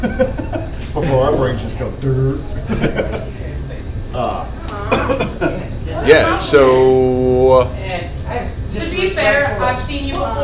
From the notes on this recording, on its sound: Live From Wadsworth Tavern. Haunted History Tours around the square of Wadsworth, Ohio. Recorded live at Wadsworth Tavern!